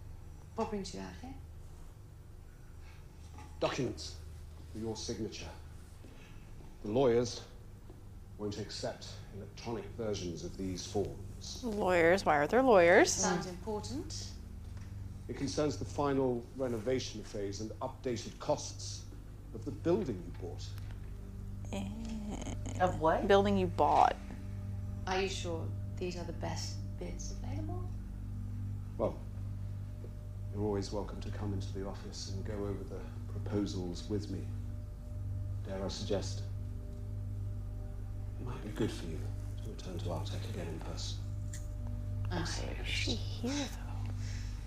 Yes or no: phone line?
no